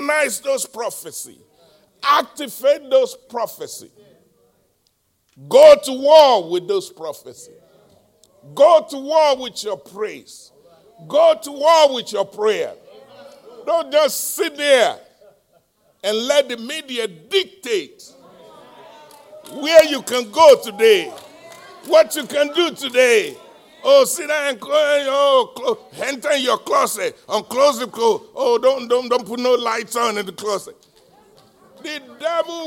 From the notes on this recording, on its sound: live-recording